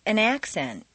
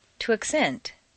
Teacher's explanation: change the stress from the first syllable for nouns to the second syllable for verbs. This is a regular, consistent change.